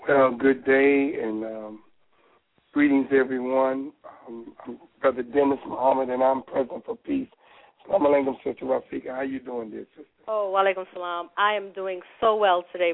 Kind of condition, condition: link, phone line